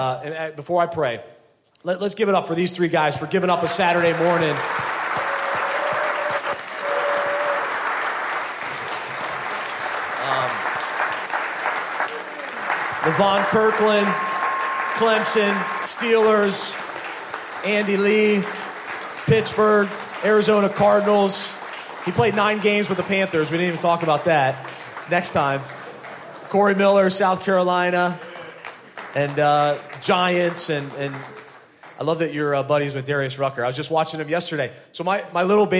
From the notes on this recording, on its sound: LIVE Event: Super Saturday Man Breakfast VII. The panel discussion from the Super Saturday Man Breakfast.